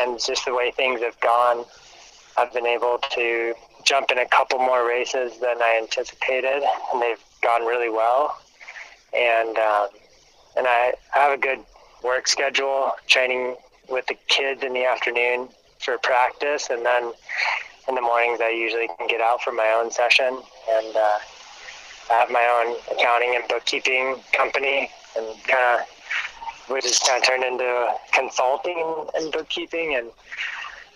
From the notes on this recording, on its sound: we caught him en route to Slovenia for a quick phone call.